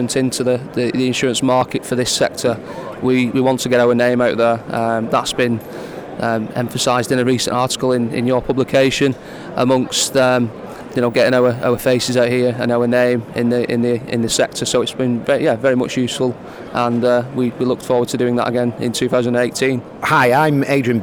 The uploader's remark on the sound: FPS Expo 2017 Podcast. Listen to exhibitors and organisers live from Exhibition Centre Liverpool.